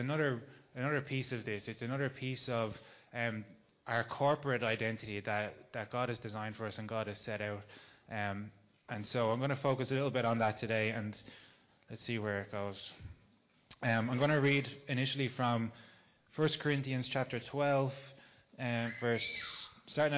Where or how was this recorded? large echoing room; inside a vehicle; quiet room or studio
large echoing room